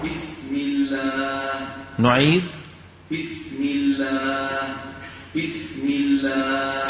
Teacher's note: حرف الباء من جملة الأخطاء التي تحدث فيه همس هذا الصوت